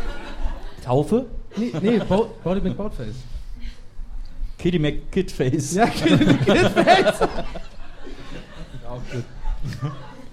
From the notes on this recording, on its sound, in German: Zum dritten Mal hat sich die bunte Tüte der Podcastwelt vor Publikum getraut.